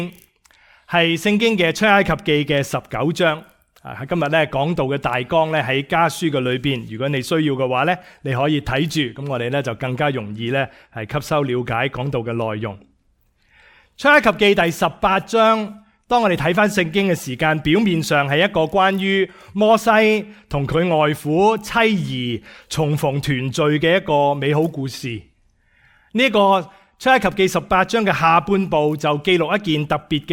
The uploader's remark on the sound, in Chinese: 講道錄音